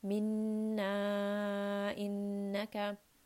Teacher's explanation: مِنَّا، this is a two count med because we are ending here. If we continue, then it is going to be a four count med. So I'm going to stop, so that's why this is only going to be two counts.